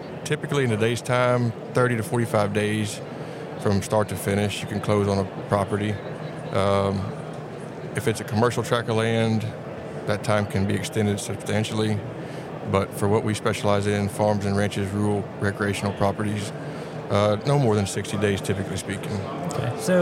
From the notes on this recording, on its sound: we're coming to you from the Houston Safari Club show floor!